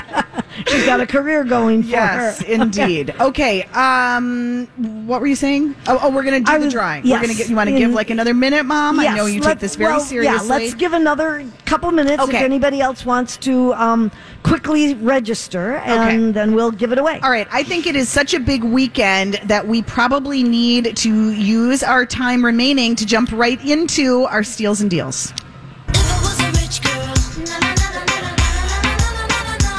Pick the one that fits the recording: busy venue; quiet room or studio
busy venue